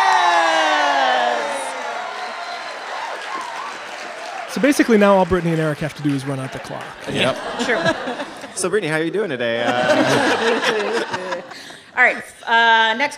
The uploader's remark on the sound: This episode was recorded live at the Bell House in Brooklyn.